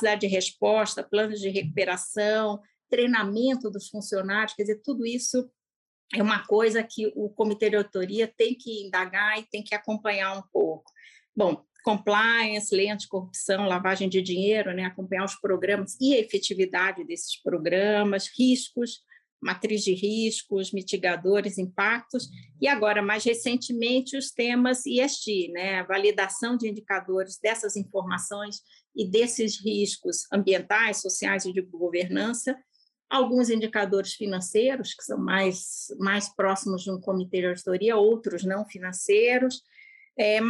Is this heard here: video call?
yes